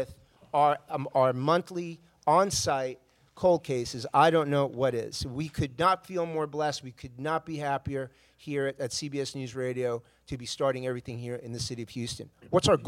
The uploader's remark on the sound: A broadcast in front of a live audience in Houston at the Fraternal Order of Police Hall.